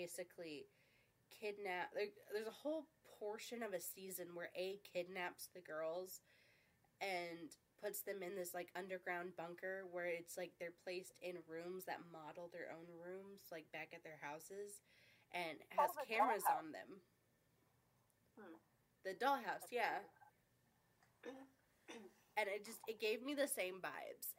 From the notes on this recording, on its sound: please excuse the audio this week